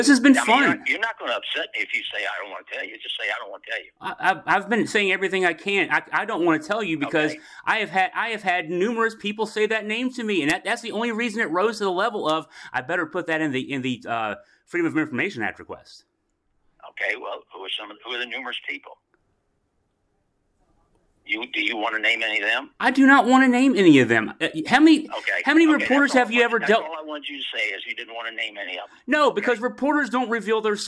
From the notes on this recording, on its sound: 11-minute, 59-second phone call